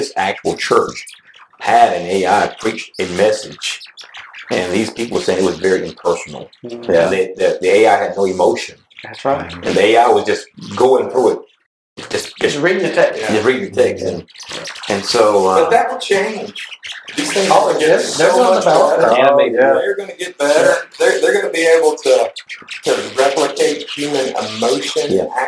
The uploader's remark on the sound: Headphone warning! Audio is fuzzy, please listen at a low volume!